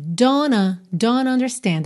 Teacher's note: Aqui ignorou o T de don't e juntou direto no N.